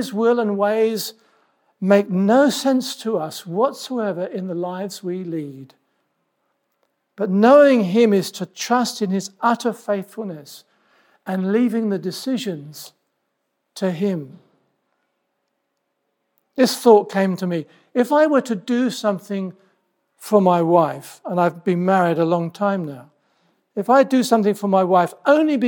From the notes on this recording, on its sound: This sermon was preached at Welcome Baptist Church on Sunday 30th July 2023.